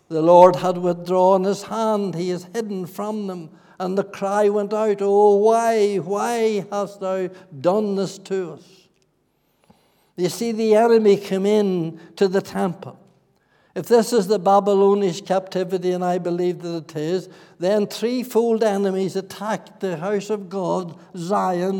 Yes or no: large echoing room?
yes